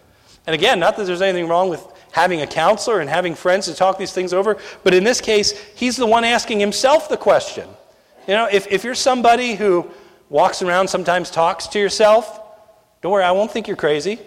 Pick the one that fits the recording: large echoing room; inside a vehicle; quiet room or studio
large echoing room